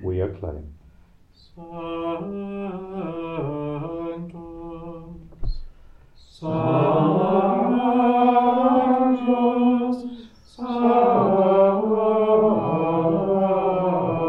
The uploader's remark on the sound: Recorded live at Southgate House on 1 March 2024.